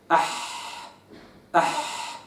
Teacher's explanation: الحاء حرف رخو، رخو يعني صوته يجري، يمكن أن آتي به ساكنا دون أن أضع همزة وصل قبله، فهكذا هكذا، أو أضع همزة وصل قبلها فأقول أح أح.